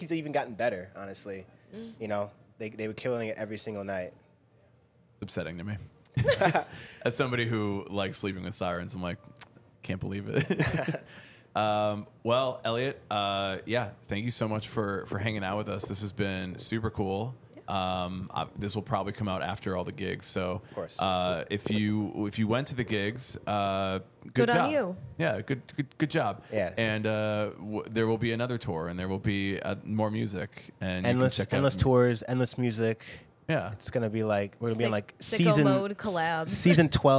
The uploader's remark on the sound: Live (kinda) at Cobra Lounge